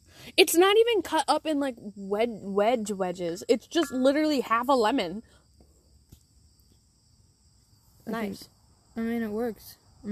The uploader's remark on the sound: your two mayor's are outside spilling the tea at their tea party